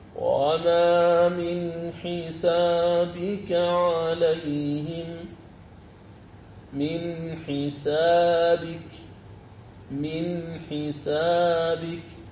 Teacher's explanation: فأظهرت النون الساكنة وأظهرت حرف الحاء بعدها · Term: الإظهار